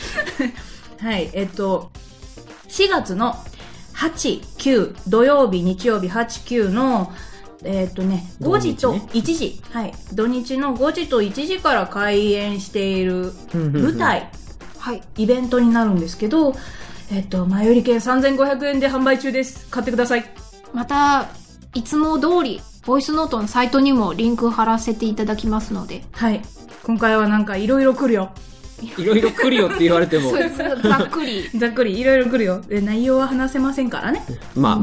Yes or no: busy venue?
no